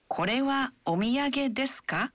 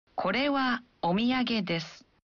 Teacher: Kita hanya menambahkan partikel ka pada akhir kalimatnya dan mengucapkannya dengan intonasi menanjak. · Shown in: first take